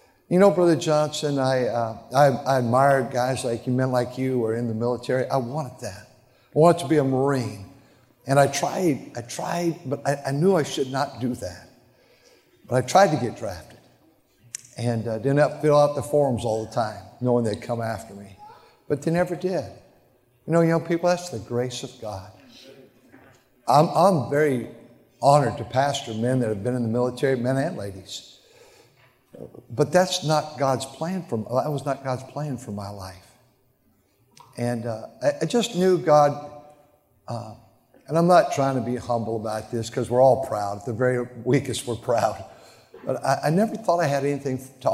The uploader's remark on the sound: during the Wednesday Morning service of the 40th Annual National Youth Conference in Santa Clara, California